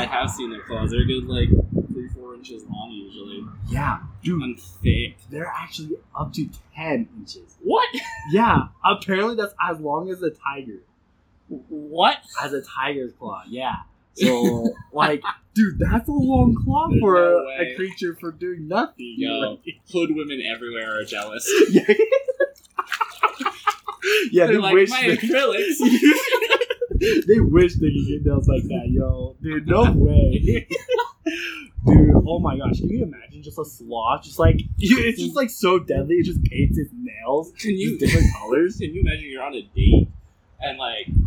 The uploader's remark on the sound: Sorry for the wind.